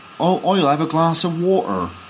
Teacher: you do get a kind of rounded R